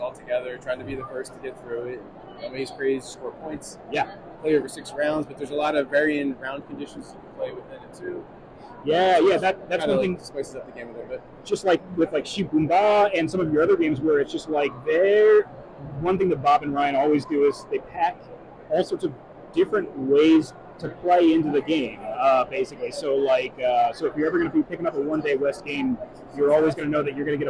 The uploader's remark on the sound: Live from PAX Unplugged 2023